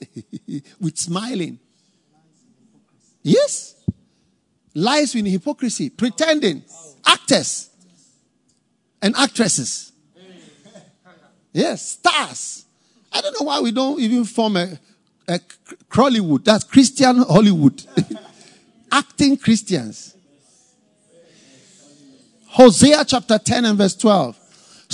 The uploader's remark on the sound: Preached at the FLOW Service, First Love Church